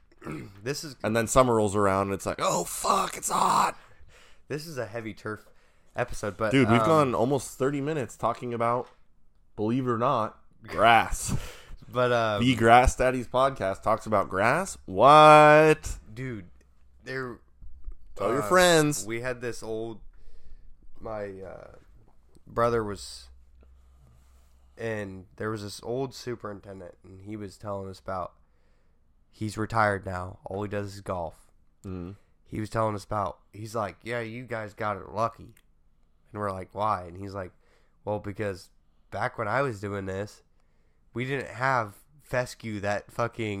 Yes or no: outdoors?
no